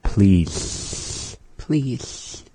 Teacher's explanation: you'll kind of want to hold the L into the rest of the word.